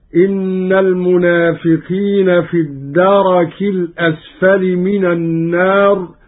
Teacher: قرأ قالون: إن المنافقين في الدرك الأسفل من النار، بفتح الراء